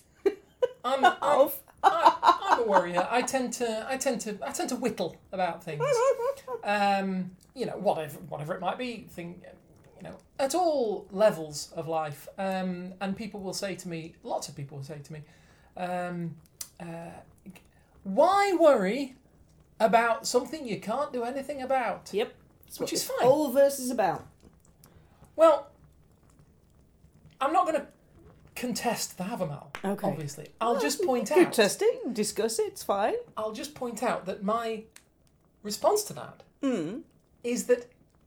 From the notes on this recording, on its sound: Background fire ambience